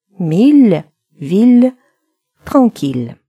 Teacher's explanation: В них звучит не «е», а согласная «л», мягкая «л».